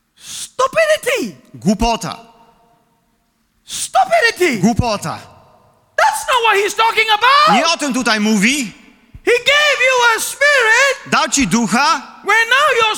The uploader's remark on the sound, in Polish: Kazanie zostało nagrane podczas niedzielnego nabożeństwa NOF Church 24.